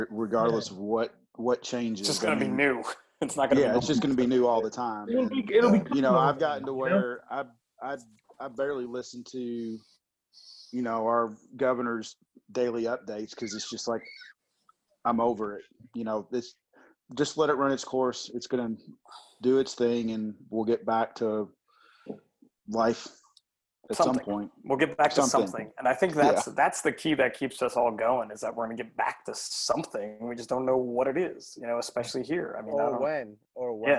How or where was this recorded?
video call